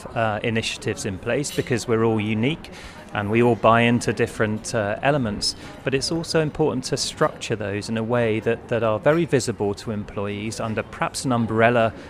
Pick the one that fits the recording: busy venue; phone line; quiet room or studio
busy venue